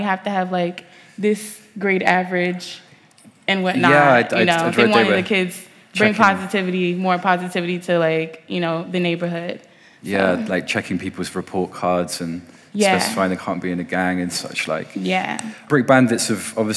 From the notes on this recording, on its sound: Live at Unsound festival